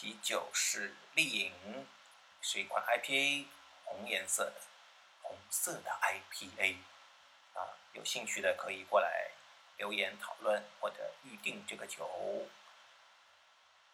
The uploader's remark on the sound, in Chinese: 这次用了AU录音感觉有些杂音，见谅。